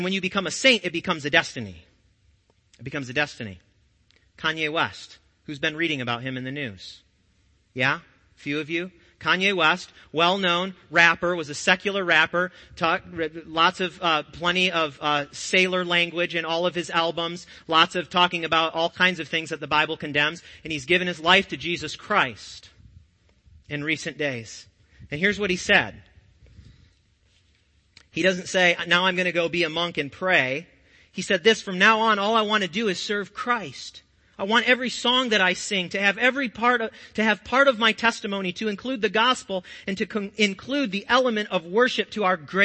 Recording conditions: large echoing room